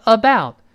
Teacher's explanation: 它这个双元音呢，有两个单元音拼成，第一个是 a，第二个是 u